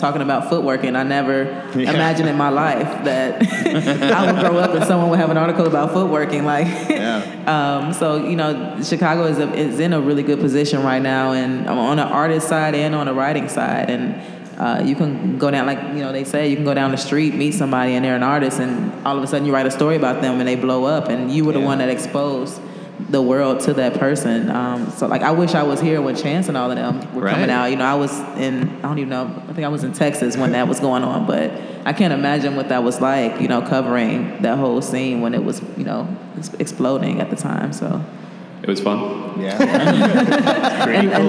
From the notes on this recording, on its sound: In a live panel recorded at Chicago Athletic Association Hotel